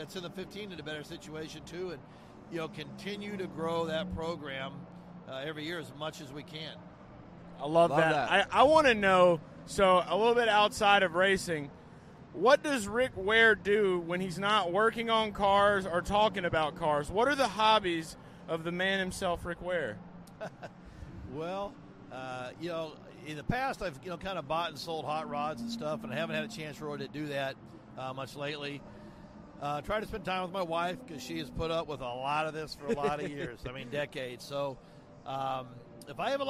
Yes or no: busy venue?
yes